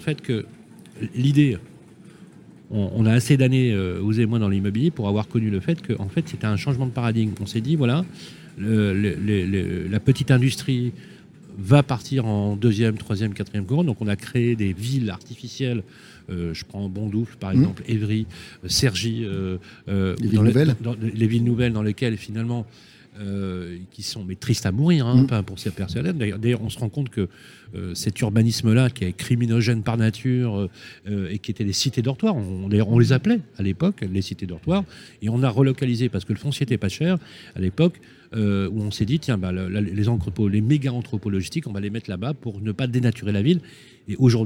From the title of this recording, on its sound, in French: Emission spéciale en direct du SIMI 2022